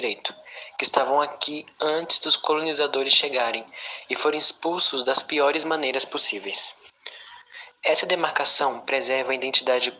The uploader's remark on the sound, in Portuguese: Desculpem a qualidade do áudio.